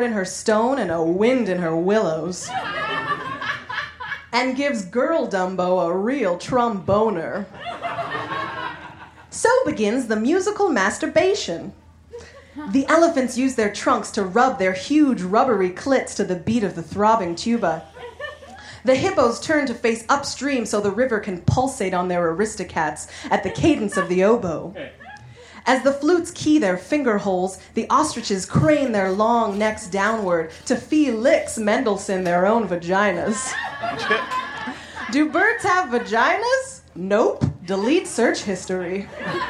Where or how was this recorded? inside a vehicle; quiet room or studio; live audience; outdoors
live audience